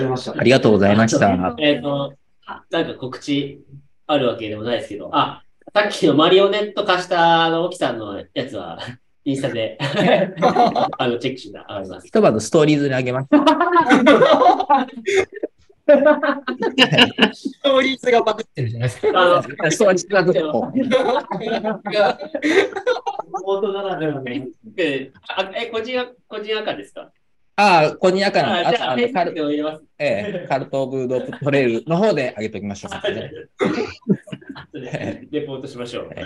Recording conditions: video call